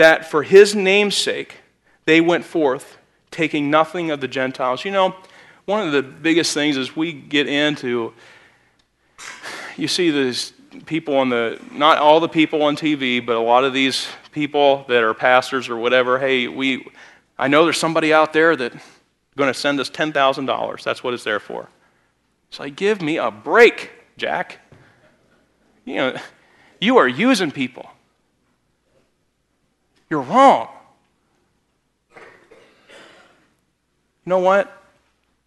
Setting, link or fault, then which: setting, large echoing room